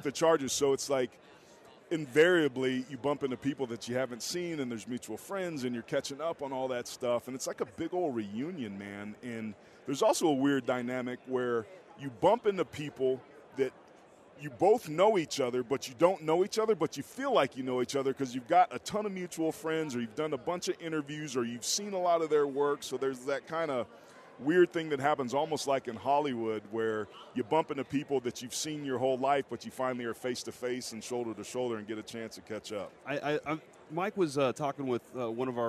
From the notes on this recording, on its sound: LIVE from Radio Row in Las Vegas!